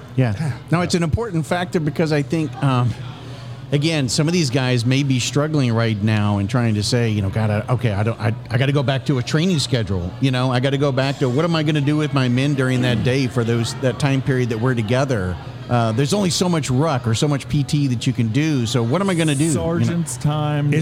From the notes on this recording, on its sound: This episode that was taped at Line Creek Brewing Co. In Fayetteville, GA.